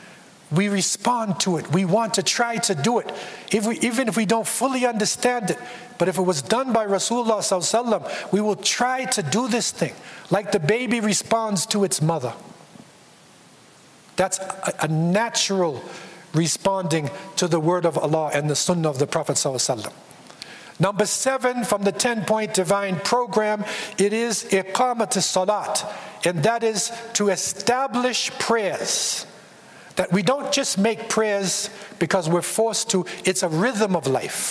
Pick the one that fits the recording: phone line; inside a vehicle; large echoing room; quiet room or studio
large echoing room